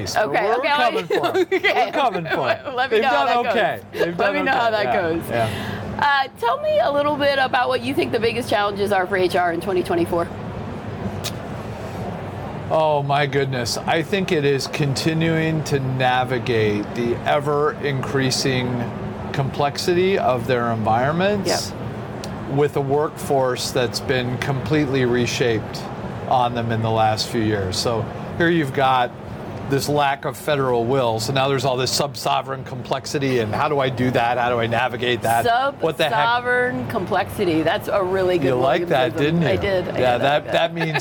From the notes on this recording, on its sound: Took its Gartner Marketing Award-winning HR Trends podcast studio on the road (again) to the 2023 HR Technology Conference & Exposition , held October 10–13 in Las Vegas. Unum took its Gartner Marketing Award-winning HR Trends podcast studio on the road (again) to the 2023 HR Technology Conference & Exposition , held October 10–13 in Las Vegas.